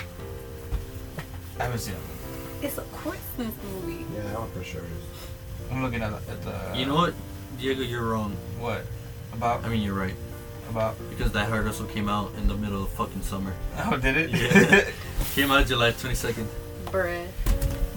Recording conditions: background noise